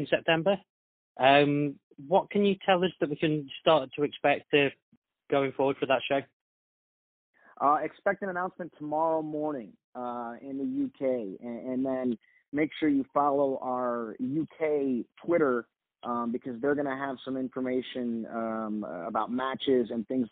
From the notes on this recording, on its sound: Media Teleconference Interview